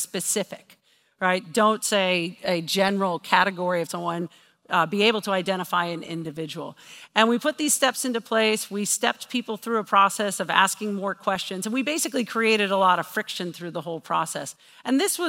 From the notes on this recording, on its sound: This recording is from her talk. At CMX Summit.